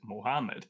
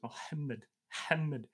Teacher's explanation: the actual sound is made further back in the throat · Shown in: second take